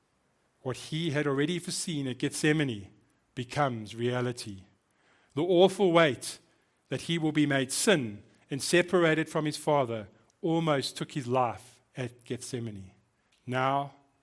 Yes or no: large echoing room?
yes